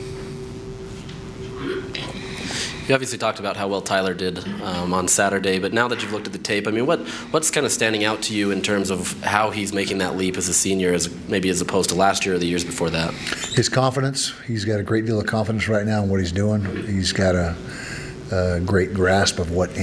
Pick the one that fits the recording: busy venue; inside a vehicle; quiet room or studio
busy venue